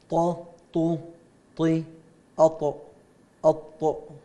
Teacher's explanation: أصول الثنايا العليا طبعا الطاء يستعلي معها، هي الطاء والدال والتاء من نفس المخرج، لكن يعني الفرق بينهم بالصفات من ضمنها أن الطاء يستعلي معها أقصى اللسان، فهي من حروف الاستعلاء، تفخيم استعلاء إطباق، بينما غيرها من حروف الاستفال.